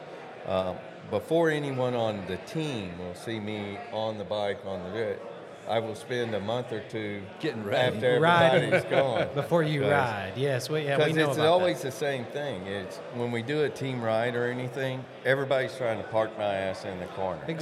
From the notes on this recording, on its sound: Goes on location to the grand opening of Freehwheeling Powersports. All located in Georgia.